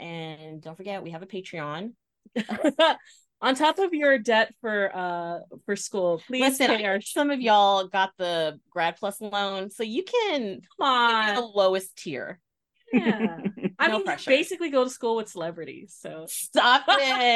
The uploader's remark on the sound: Together they hop on zoom.